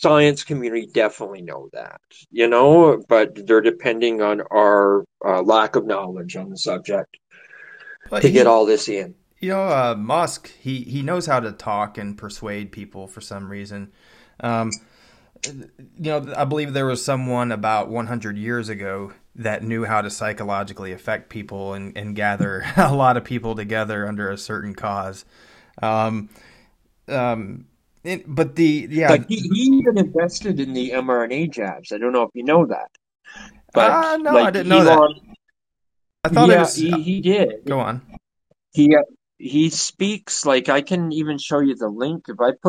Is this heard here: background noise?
no